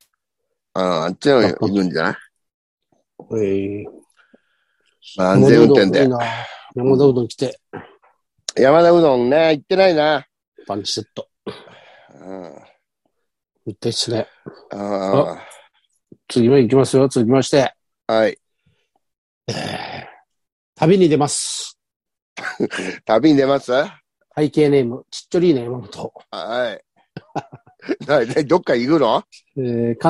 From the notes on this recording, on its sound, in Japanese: ZOOMで収録